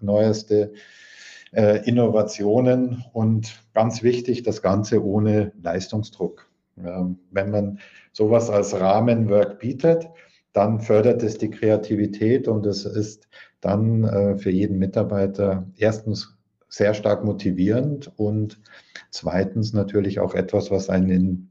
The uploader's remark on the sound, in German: Im LinkedIn Audio Live